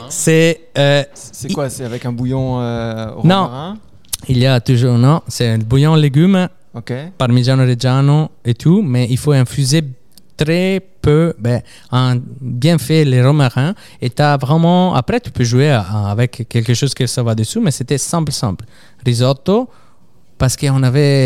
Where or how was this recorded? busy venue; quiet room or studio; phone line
busy venue